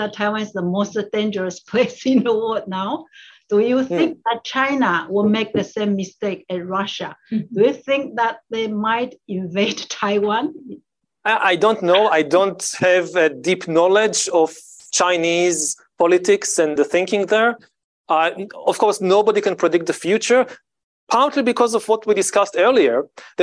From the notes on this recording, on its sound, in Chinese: 本集節目內容取自遠見雜誌團隊線上專訪錄音